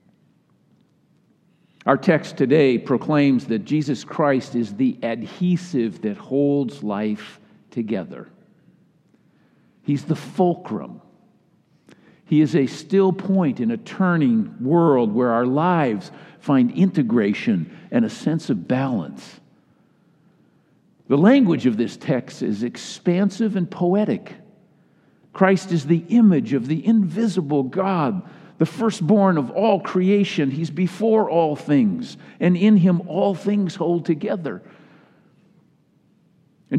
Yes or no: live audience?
yes